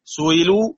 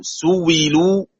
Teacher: سئلوا بالتسهيل أو سويلوا بالواو